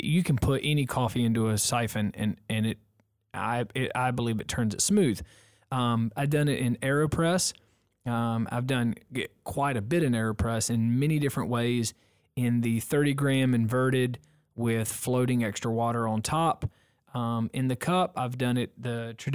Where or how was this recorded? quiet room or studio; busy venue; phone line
quiet room or studio